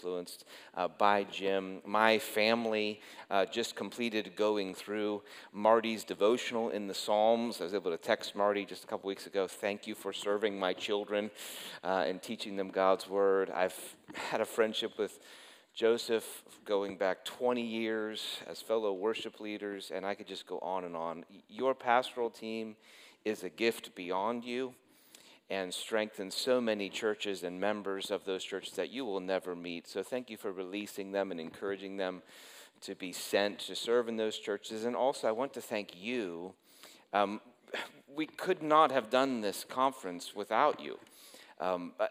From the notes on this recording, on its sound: preached this sermon at Covenant Fellowship Church